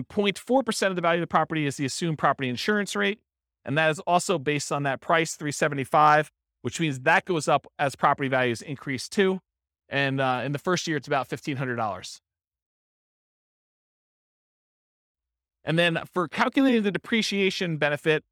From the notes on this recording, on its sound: This was a live class recorded